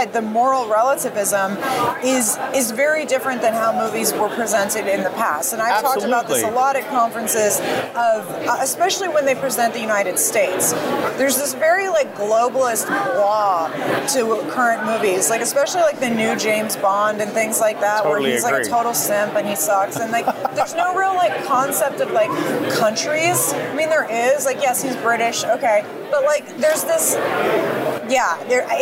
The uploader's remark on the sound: Battleground LIVE from CPAC